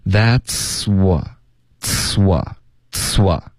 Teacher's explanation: 要连发 c 跟 w 的音之间不要顿 OK That's what That's what OK 所以要从一个 c 持续这个 c 的音进入到 w OK 连贯的这段特别难 OK 非常考验气流、That's